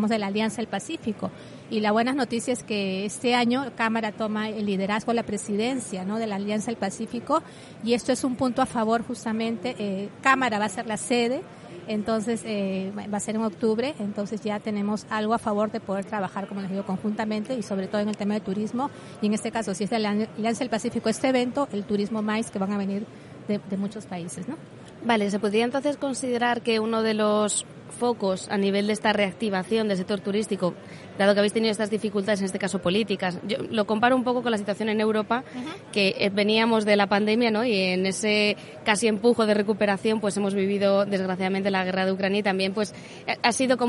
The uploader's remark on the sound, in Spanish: Episodio especial grabado desde el espacio FITUR Know Know SEGITTUR en FITUR 2023, cedido por Radio Viajera.